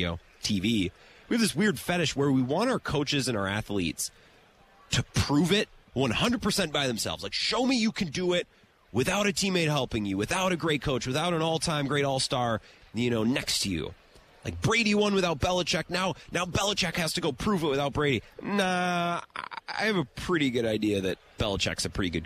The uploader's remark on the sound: Radio Row Day 1. Broadcasting live from the Super Bowl's Radio Row in Las Vegas!